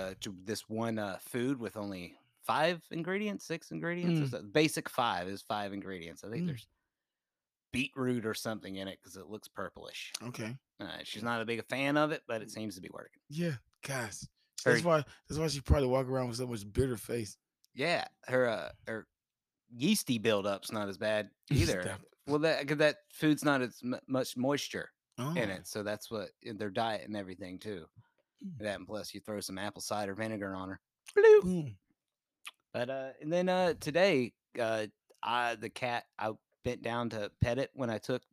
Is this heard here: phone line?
no